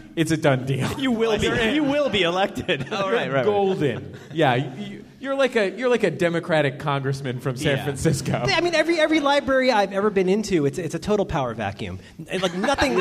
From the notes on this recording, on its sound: Recorded live at the San Francisco Comedy and Burrito festival.